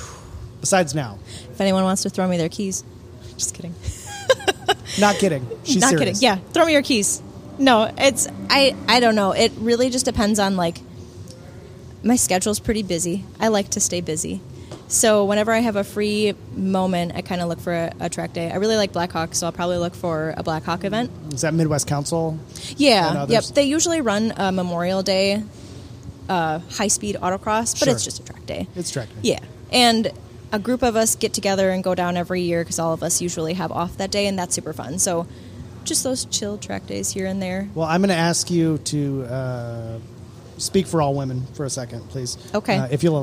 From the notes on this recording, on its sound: This is the the 5th episode recorded at Barber Motorsports Park.